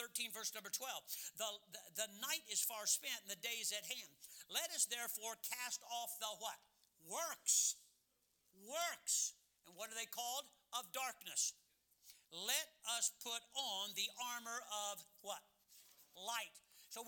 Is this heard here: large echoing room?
yes